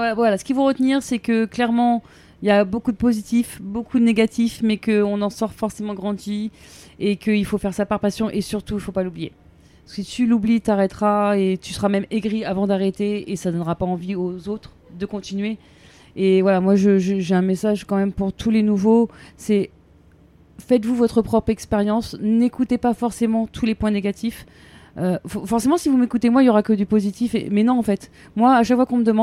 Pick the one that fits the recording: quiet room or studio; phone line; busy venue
busy venue